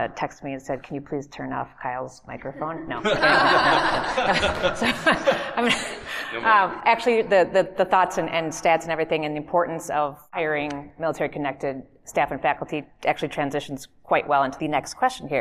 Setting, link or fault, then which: setting, live audience